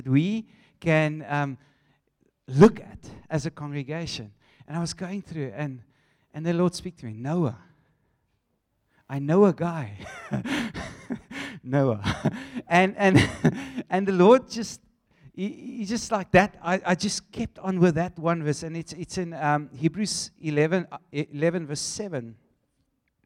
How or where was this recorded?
live audience